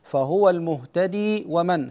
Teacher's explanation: عند الوصل يعني نثبت الياء